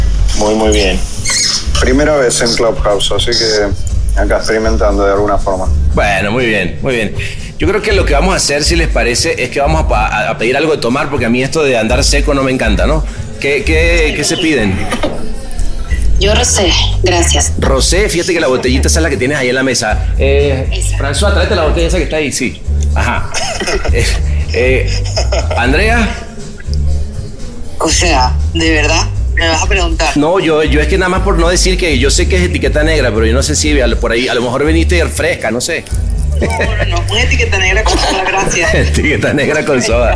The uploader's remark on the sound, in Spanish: Clubhouse Cannes Lions. En nuestro podcast-bar.